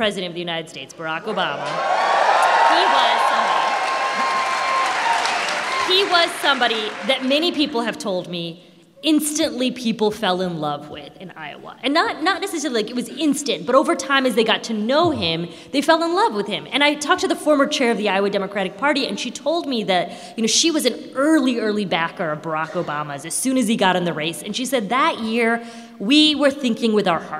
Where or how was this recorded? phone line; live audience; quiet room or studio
live audience